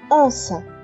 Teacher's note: Perceberam que o on é que faz o nosso nariz vibrar. Então é essa a sílaba que tem o som nasal.